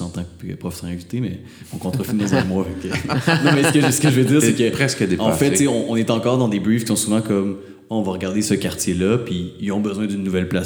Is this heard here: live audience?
yes